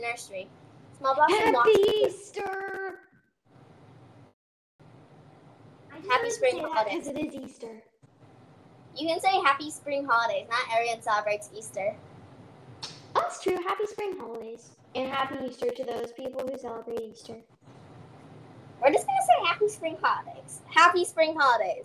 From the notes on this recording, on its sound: Sorry for bad audio. Microphone, it was being weird.